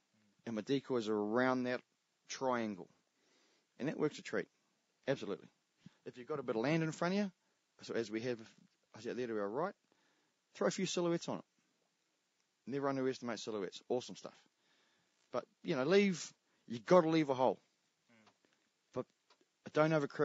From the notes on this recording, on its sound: Recorded from a MaiMai somwhere in the king country